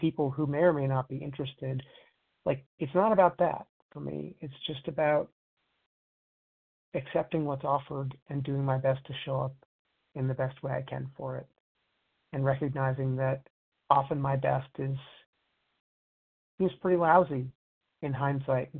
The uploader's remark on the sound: 100 Pounders Phone Meeting.